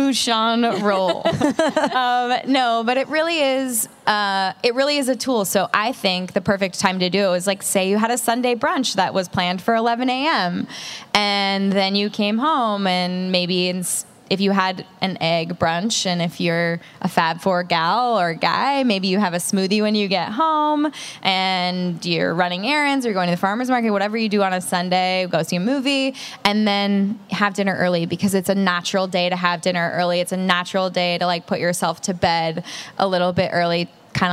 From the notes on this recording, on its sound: Live! At The Grove in Los Angeles. A live show at Los Angeles’s premiere spot for wellness in the form of retail therapy, The Grove.